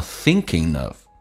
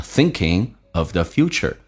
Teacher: of the future,对未来的思考 and having aspirations,而且拥有人生的一些志向。来看一下 thinking, ing,在口语化当中说成前鼻音，同时 k 要被浊化成 g,在美式发音叫 thinking。thinking 跟 of 可连可不连，要连音把 g 去掉，用 n 进行连音 · Shown in: first take